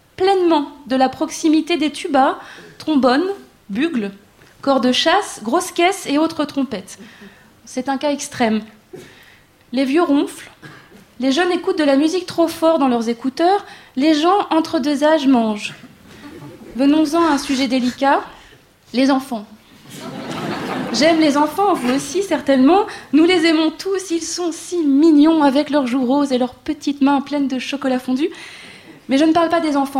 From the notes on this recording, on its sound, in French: Une émission enregistrée en public au studio 105 de la Maison de la radio.